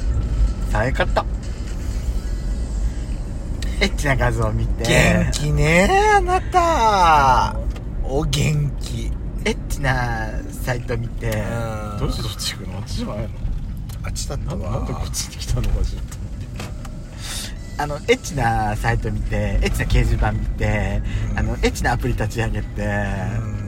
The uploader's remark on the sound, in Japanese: ドスドライブ収録。ロードノイズゴメンね。